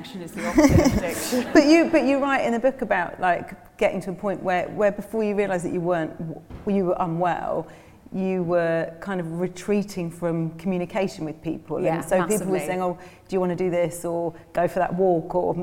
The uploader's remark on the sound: With a live audience at Henley Literary Festival.